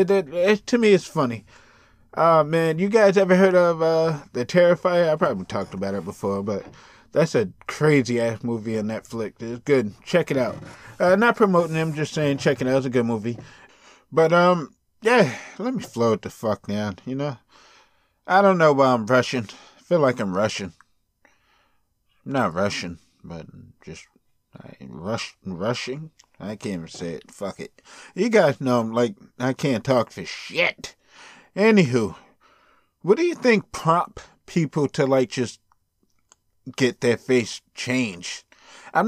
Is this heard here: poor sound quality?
no